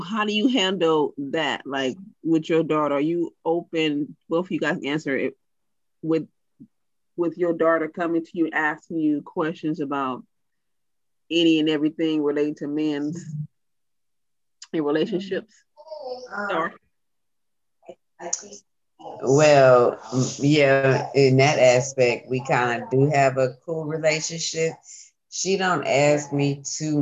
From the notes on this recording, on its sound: this podcast was done via zoo zoom